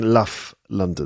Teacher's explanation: the v sound in love is being replaced with a f sound